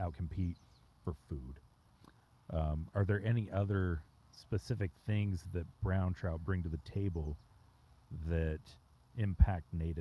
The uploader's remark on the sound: Outside a van down by the Weber River